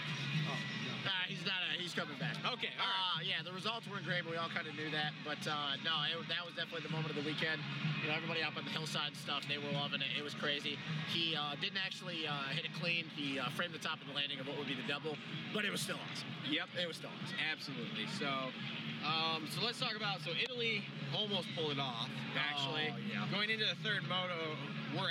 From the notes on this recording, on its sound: Coming to you live immediately post race from the 2018 MXoN at Redbud.